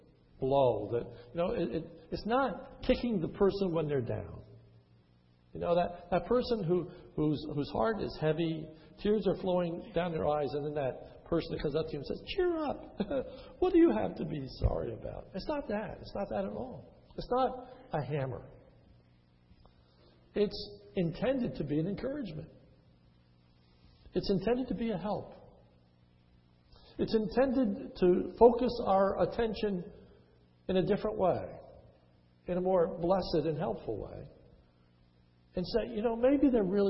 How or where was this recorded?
large echoing room